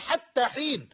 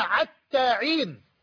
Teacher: لا تستطيع بعض القبائل أن تنطق حرف الحاء إلا عينا · Shown in: second take · فهم يقولون حتى حين، لا يستطيعون قراءتها حتى حين، وإنما يقرؤونها حتى عين، وهكذا.